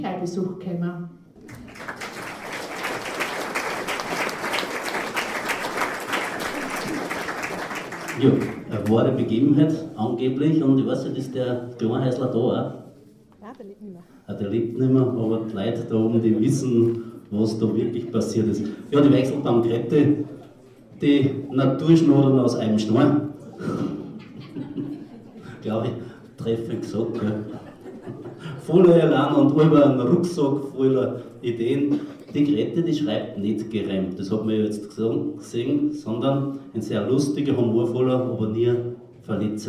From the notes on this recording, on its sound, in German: Sie hören in diesem Beitrag selbstverfasste Texte von AutorInnen des Stelzhamerbundes Bezirk Freistadt. Die Aufnahme entstanden bei einer öffentlichen Lesung.